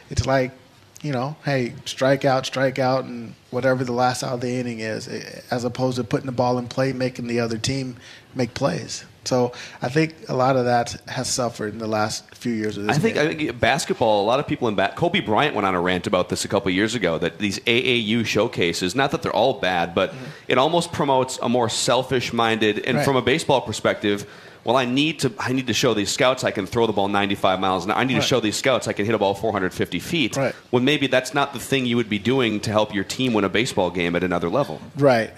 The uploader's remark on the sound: Live from TwinsFest